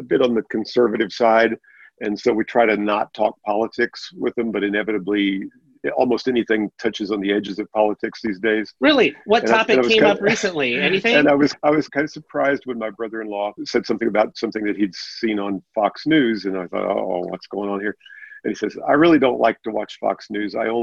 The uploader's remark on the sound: Our First Full Panel Zoom Episode!